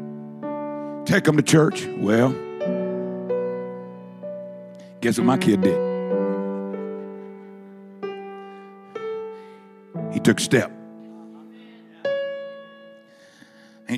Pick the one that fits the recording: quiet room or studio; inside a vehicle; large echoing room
large echoing room